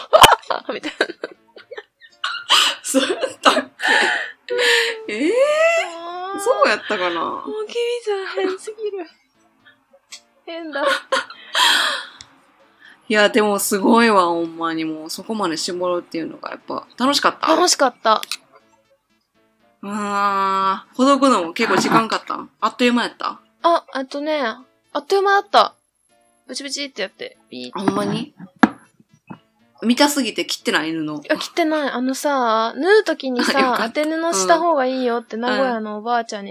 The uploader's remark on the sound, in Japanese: 新しい収録の機械にチャレンジして失敗しました！途中で爆音が入ります。お聞き苦しいですがどうぞ。